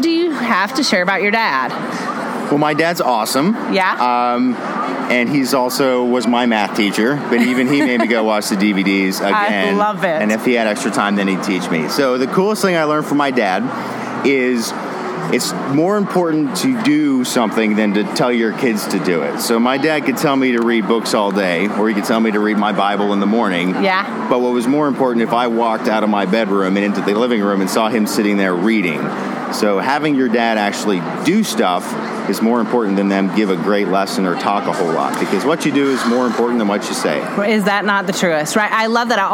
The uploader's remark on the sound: Since we are at the GHC conference in California, I decided to walk around and chat with some of the men that are here